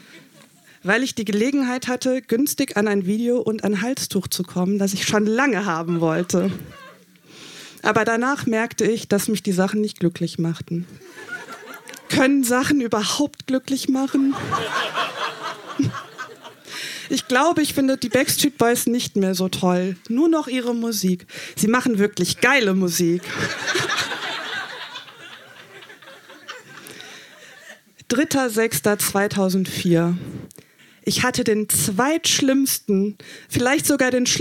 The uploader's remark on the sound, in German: Ausschnitte aus der Veranstaltung vom 24.03.2019 in der Wohngemeinschaft, Köln. Heißen Dank an die Wohngemeinschaft, unser tolles Publikum.